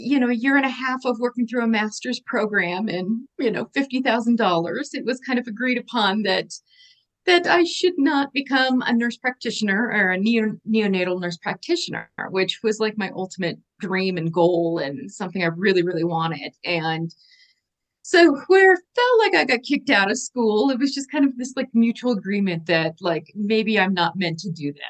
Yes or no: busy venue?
no